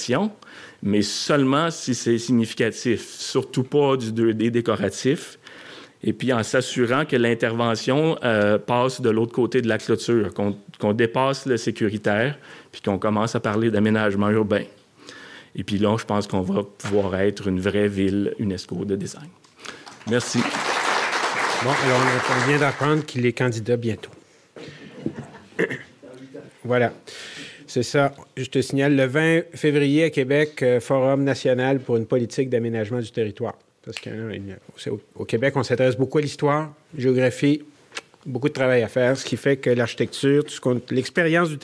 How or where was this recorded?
live audience